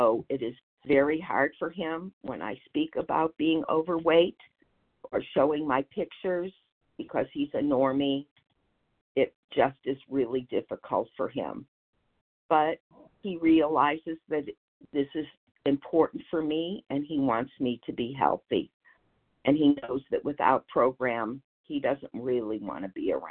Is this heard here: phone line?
yes